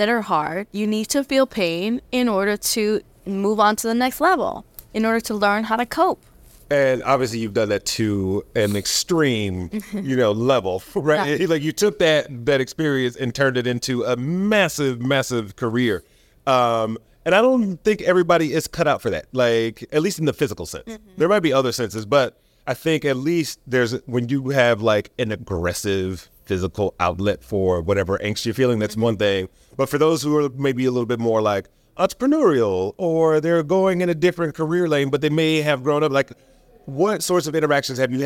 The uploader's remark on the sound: Recorded at VeeCon